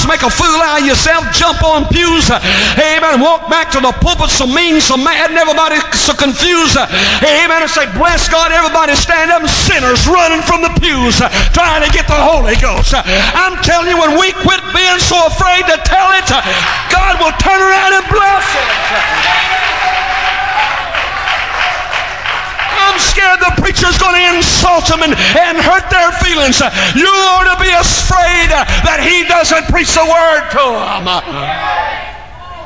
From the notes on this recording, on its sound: at a Conference at Life Tabernacle Church in Baton Rouge, LA